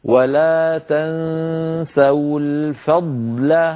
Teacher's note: فيها ضاد ساكنة بعدها لام نبين الضاد هكذا ولا تنسوا الفضل فننطق ضاد ساكنة يتلوها لام لا تأثر لأحدهما بالآخر